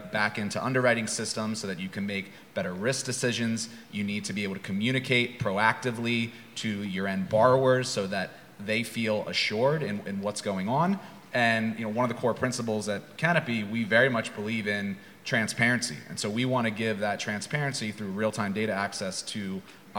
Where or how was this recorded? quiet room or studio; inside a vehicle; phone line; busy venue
busy venue